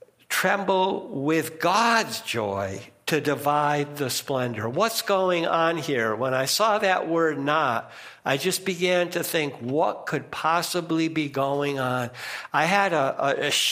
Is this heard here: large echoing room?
yes